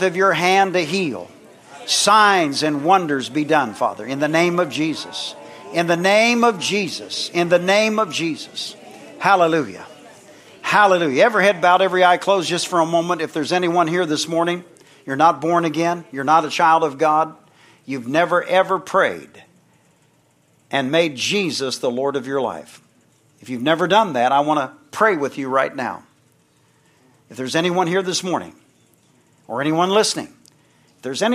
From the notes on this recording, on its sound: from the Sunday morning service on August 13, 2023 at Harvest BIble Church in Stockton, CA.